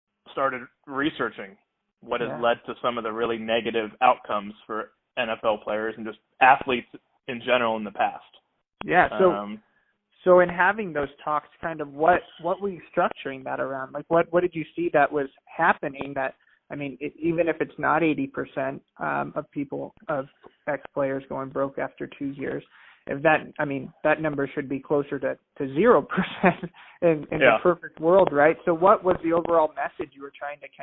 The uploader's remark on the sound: Phone Audio